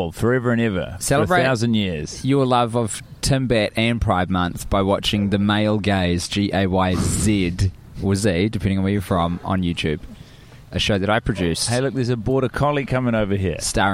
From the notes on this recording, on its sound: in a dog park in Chicago enjoying the sights, sun and canines